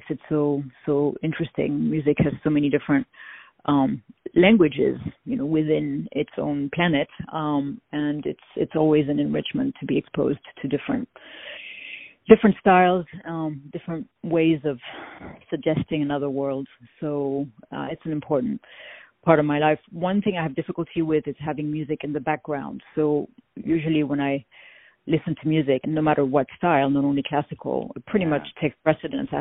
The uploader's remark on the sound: On the phone